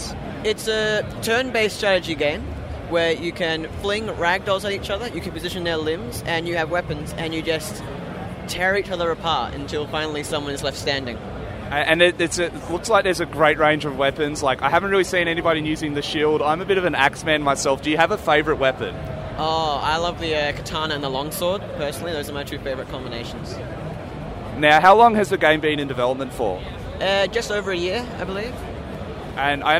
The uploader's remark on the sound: conducted live on the PAX Aus show floor